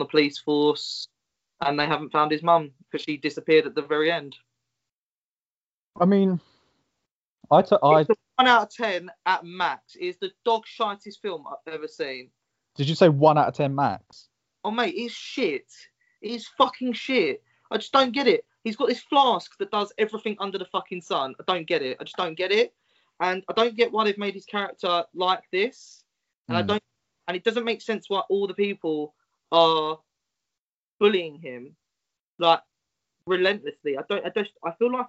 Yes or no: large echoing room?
no